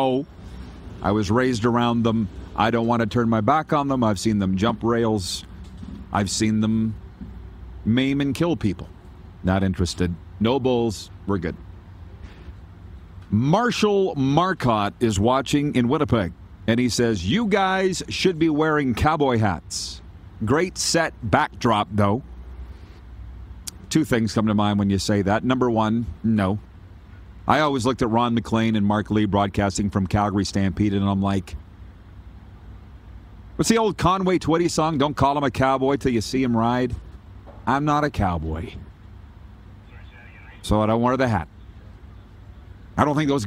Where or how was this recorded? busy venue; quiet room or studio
busy venue